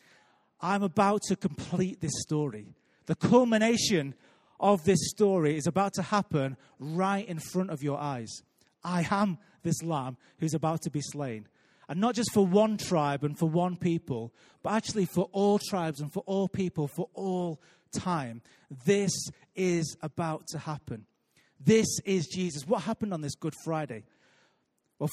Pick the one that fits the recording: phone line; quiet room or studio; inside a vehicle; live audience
live audience